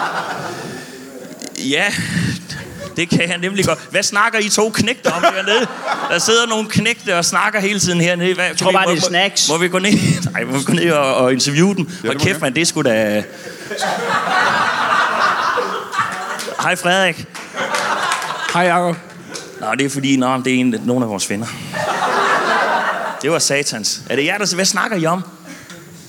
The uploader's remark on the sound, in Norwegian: LIVE fra Comedy Zoo